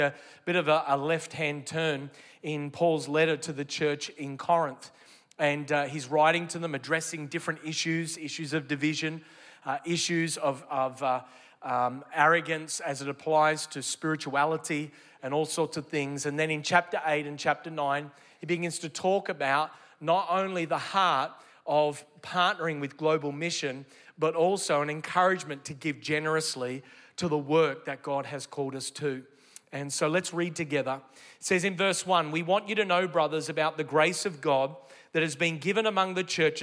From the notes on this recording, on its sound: This message was originally recorded in the 11:30 AM service at the NEUMA Melbourne City location.